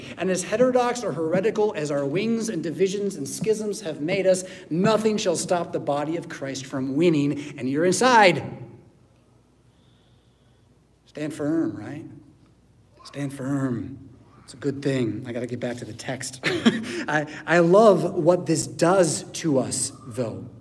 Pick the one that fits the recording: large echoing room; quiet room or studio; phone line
large echoing room